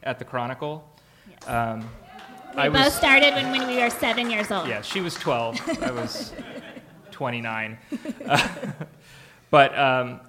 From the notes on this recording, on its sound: recorded live on May 16, 2019, at the Betabrand Podcast Theater in the Mission District.